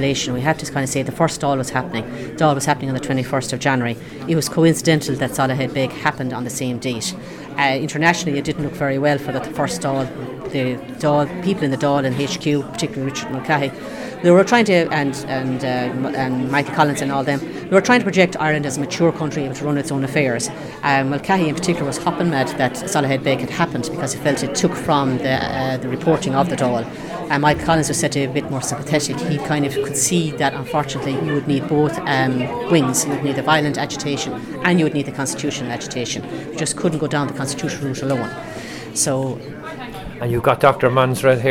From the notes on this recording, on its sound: In Tipperary, for a series of lectures at the Soloheadbeg Symposium.